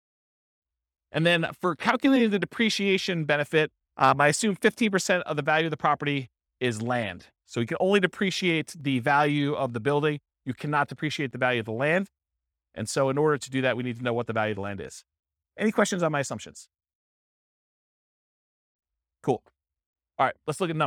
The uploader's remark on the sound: This was a live class recorded